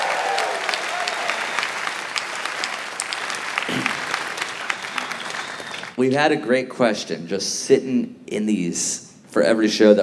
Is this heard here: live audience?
yes